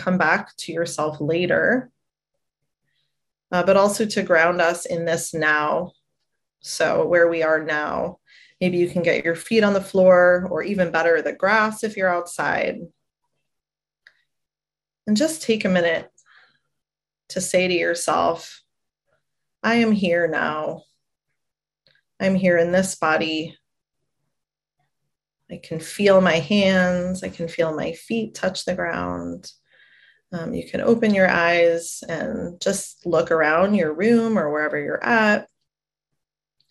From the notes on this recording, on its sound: A Webinar Replay.